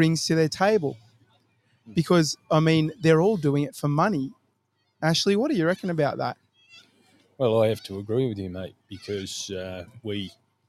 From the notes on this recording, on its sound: Live from Mandurah Foreshore. Here in Western Australia.